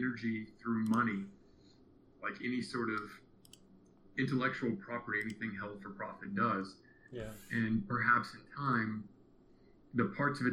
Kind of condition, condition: fault, poor sound quality